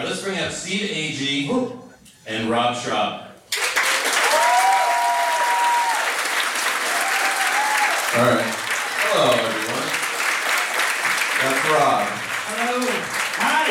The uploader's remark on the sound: Live table read of C-Company (at SF Sketchfest 2017). You'll also listen to a never-before-heard live table read of C-Company (at SF Sketchfest 2017) performed by some of today's funniest comedic actors.